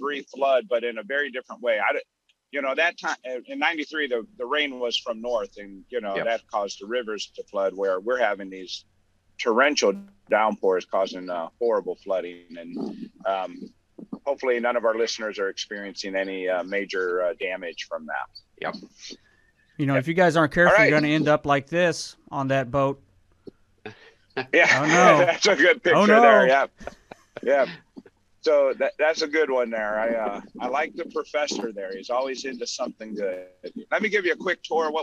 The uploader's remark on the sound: We come to you live from a fishing boat